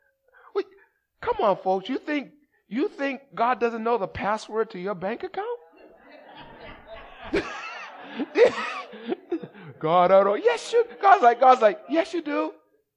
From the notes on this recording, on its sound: Recorded at the 8:30am Service on 2017-04-30.